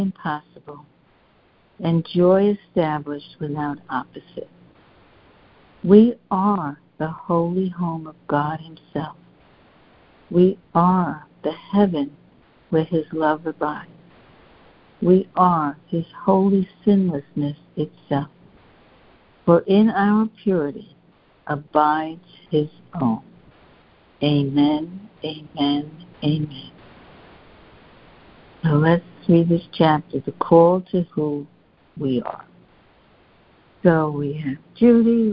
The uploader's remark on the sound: joining together on a Free Conference Call